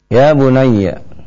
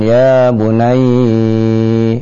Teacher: dengan tasydid pada huruf ya, tidak dengan gunnah ya · Shown in: first take · sehingga tidak boleh kita panjangkan ya bunayyi, nah, ini keliru.